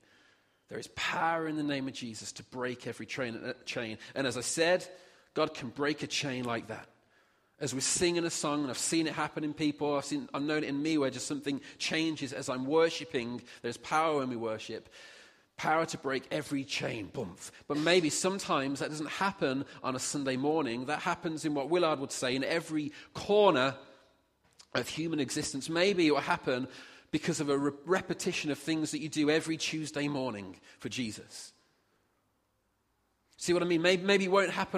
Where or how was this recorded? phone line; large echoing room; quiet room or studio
large echoing room